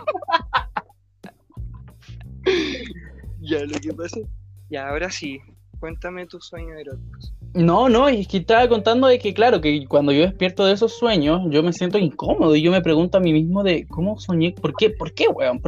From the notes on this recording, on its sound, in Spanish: Perdón por la mala conexión